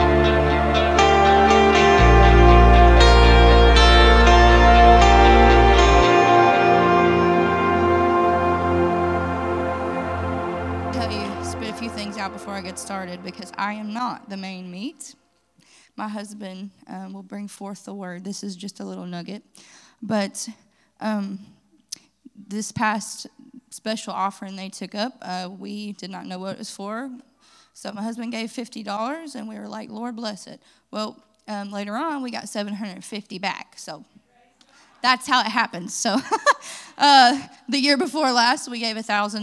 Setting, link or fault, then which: setting, large echoing room